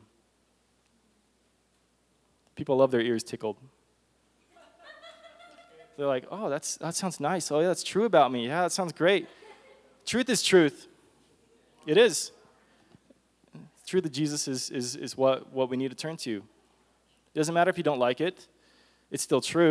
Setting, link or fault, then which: setting, live audience